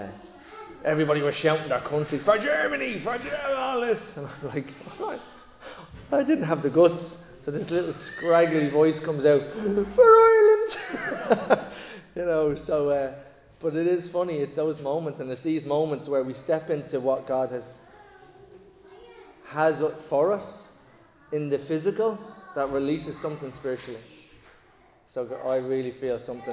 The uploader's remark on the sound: Recorded live in Liberty Church on 15 October 2023